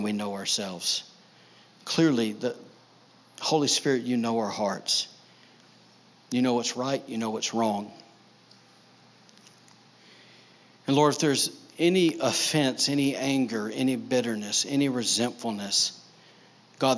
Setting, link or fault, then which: setting, large echoing room